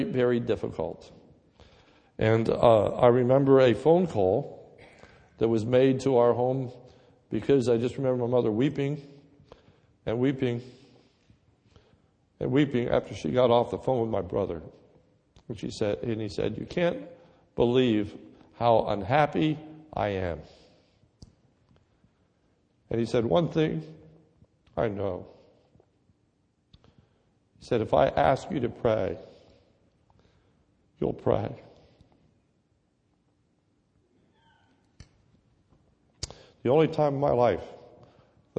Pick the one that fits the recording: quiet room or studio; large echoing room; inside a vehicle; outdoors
large echoing room